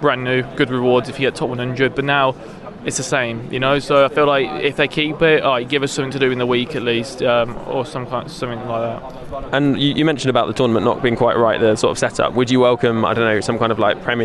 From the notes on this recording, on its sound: Live from the eWorld Cup finals